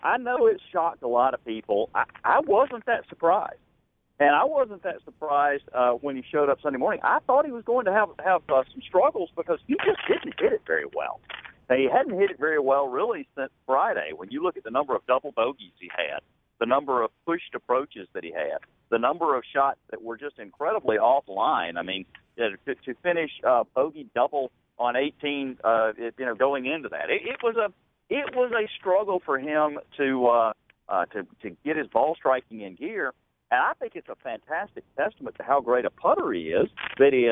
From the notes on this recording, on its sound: on the phone for the second segment of the show